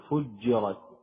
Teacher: الجيم فجرت، يجب أن تخرجها من وسط اللسان